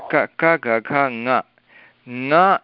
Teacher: केवलं मुखेन वायुः गच्छति, नासिकया न गच्छति क ख ग घ, किन्तु ङ इति अवस्थायां तत्र मुखेन अपि नासिकया अपि गच्छति इति कृत्वा तत्र ङकारः तत्र कण्ठ्यवर्णः अपि अस्ति, नासिकवर्णः अपि अस्ति, · Term: अनुनासिकवर्णः